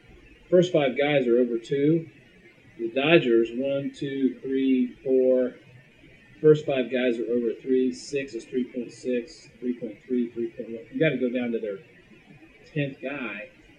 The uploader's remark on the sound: Please forgive the audio quality. We had some technical issues, but we wanted to post this show anyway.